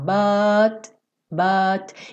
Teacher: ela é só consoante, não tem vogal, então não tem buti · Term: consoante oclusiva